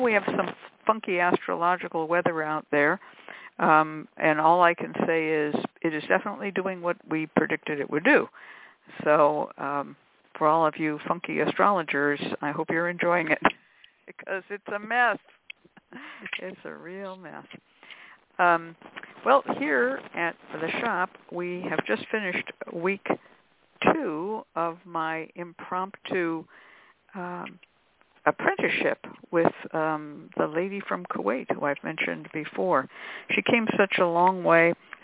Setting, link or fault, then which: link, phone line